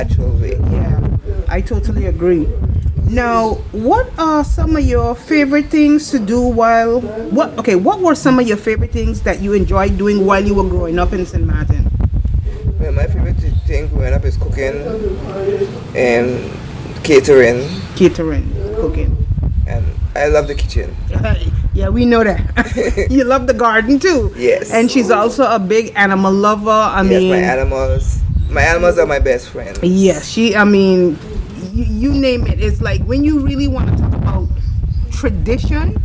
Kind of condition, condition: setting, outdoors